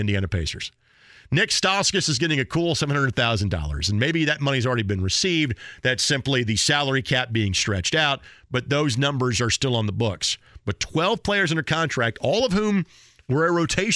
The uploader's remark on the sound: taking a phone call